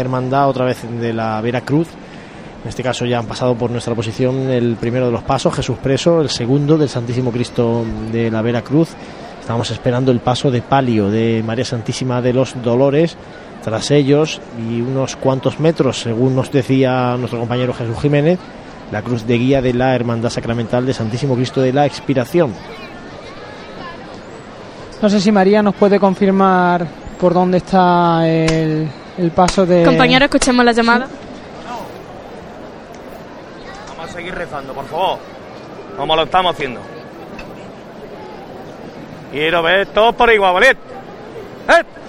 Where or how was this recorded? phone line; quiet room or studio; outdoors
outdoors